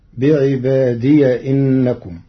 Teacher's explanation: قرأ ورش بفتح ياء الإضافة وصلا